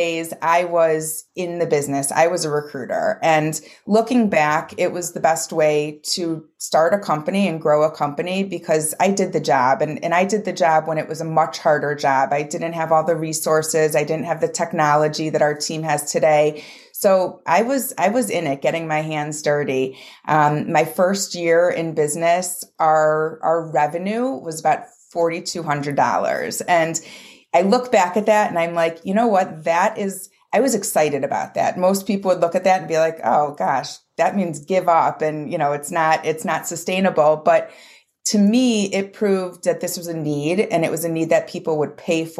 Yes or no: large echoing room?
no